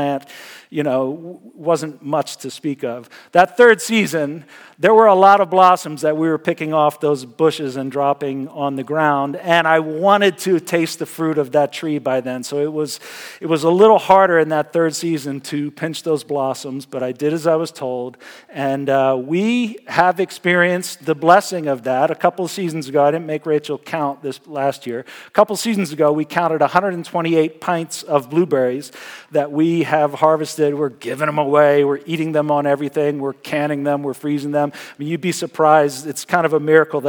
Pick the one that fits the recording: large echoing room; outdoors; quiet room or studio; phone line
large echoing room